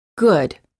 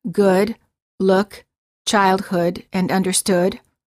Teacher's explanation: The lips are very rounded and the tongue is relaxed. The back of the tongue is raised and slightly higher than for the O.